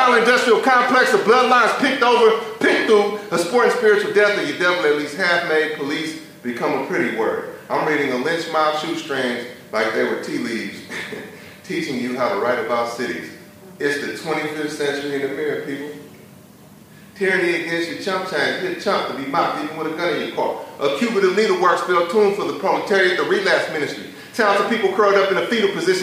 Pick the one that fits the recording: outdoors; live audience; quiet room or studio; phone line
live audience